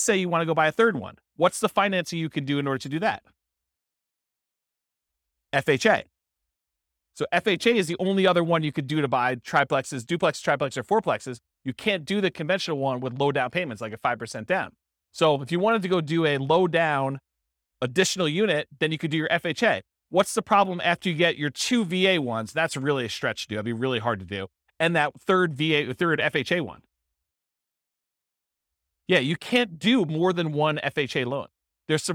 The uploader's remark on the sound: This was a live class recorded